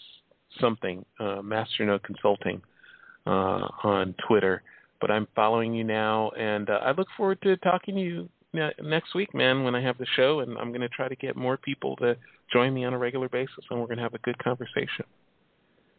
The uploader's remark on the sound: It's a call-in show